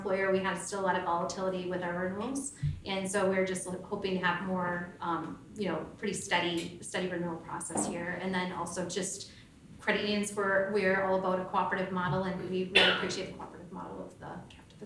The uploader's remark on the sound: LIVE Audience: Legend Member’s Meetings. In our second live episode from our San Diego Members' Meetings.